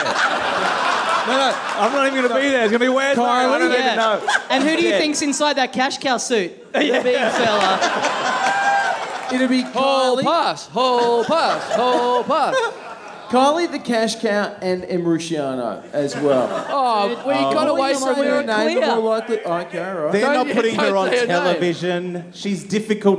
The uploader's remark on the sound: 400 - Live!